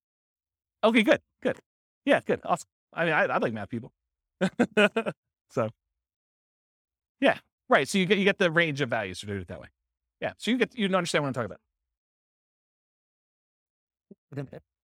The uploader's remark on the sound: This was a live class recorded